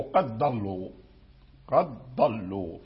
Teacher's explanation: قد أدغموا زيد في الضاد بالبيان، قد أدغموا في الضاد، قد أدغموا في الضاد بالبيان، أدغموا قد في الضاد، قد في الضاد نحو قد ضلوا، قد ضلوا، فأدغموا الدال في الضاد · Term: الإدغام